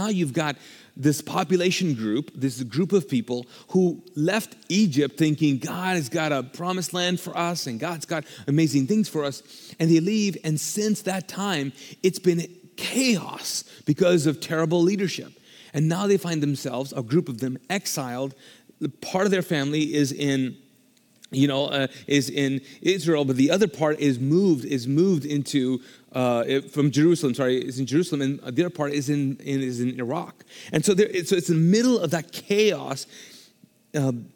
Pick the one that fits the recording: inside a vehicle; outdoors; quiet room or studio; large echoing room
large echoing room